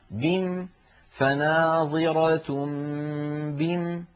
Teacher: على رواية حفص عن عاصم نقف عليها بحذف الألف هكذا بم فناظرة بم، على رواية حفص هكذا نقف، ولكن لا